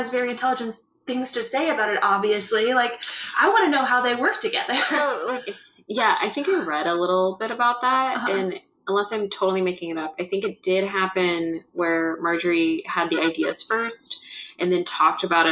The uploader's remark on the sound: Through audio issues untold the lost recordings are retrieved from the GTC vault.